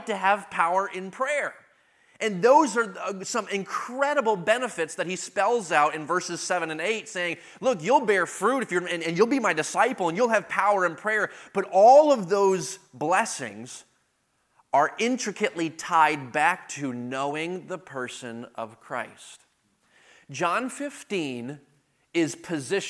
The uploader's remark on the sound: delivered at the 2023 Thee Generation Youth Summit at Falls Baptist Church in Menomonee Falls, WI this past October 11-13, 2023